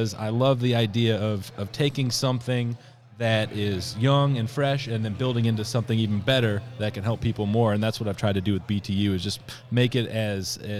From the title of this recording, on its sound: Live from Buildertrend University